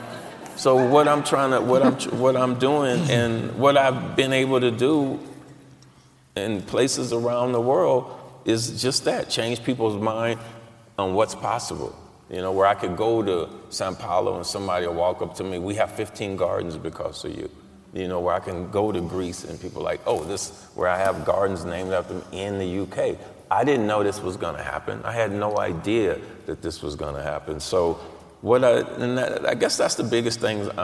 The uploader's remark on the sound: Keynote Conversation at Slow Food Nations 2019